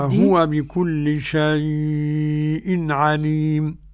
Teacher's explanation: شيء طبعا قرأ ورش بتوسط اللين ومده